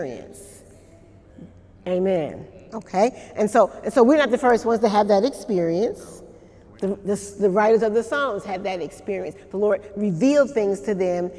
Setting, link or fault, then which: setting, live audience